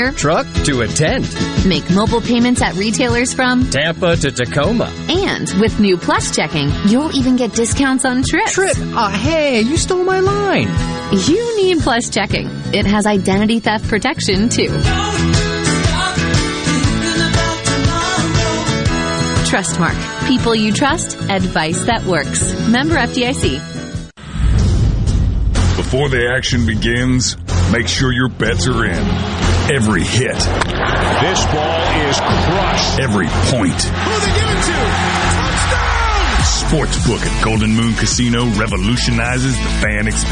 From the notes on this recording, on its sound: LIVE from Laurel, MS at the Sportsplex for The 2021 Dixie National World Series.